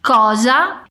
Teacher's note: O O é bem aberto e o S tem som de Z.